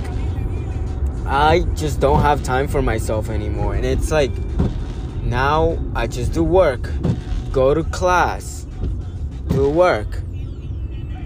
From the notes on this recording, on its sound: Sorry for the background noice and the constant waze mf telling me directions…